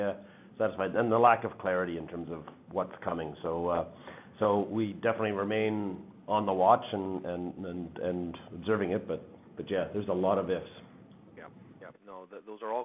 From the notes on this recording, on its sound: Third quarter 2021 earnings call for Wheaton Precious Metals Corp.